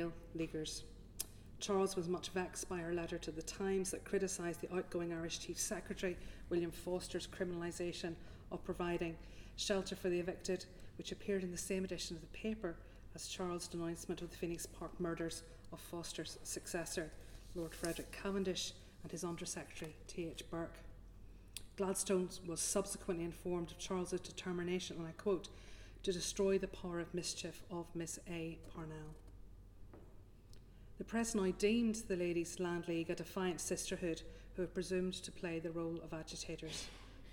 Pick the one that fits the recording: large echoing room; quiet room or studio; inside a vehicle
large echoing room